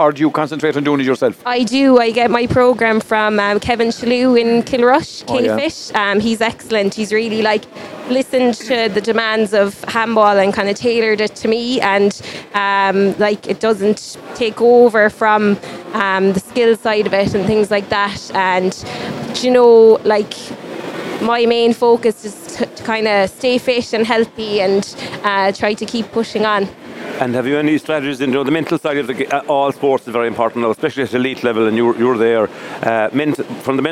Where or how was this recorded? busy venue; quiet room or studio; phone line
busy venue